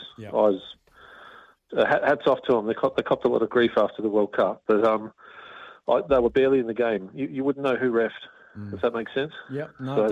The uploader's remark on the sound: opens the phone lines